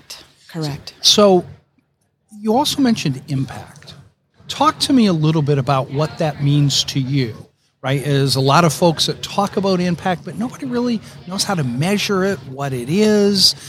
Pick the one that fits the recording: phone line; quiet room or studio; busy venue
busy venue